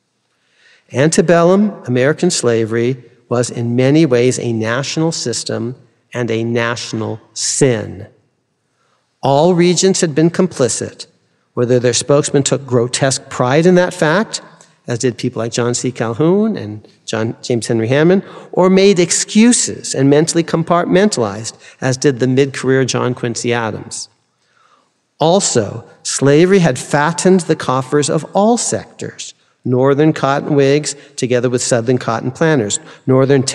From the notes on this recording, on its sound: delivered this forum address on September 26, 2023.